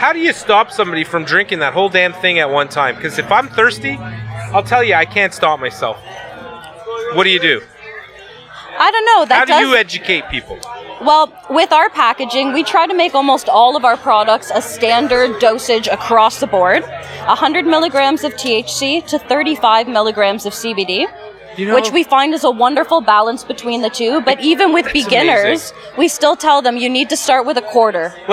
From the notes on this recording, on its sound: LIVE at Canna Crawl. We had the pleasure of podcasting live from Canna Crawl hosted by High Society Supper Club. We chatted with local business owners and various people in the industry.